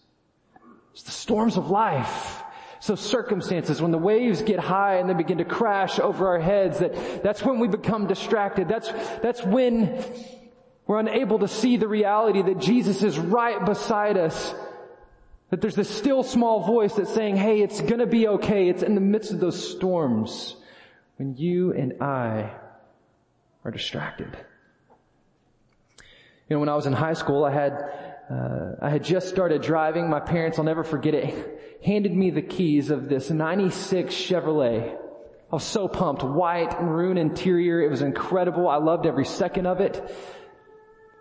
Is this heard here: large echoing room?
yes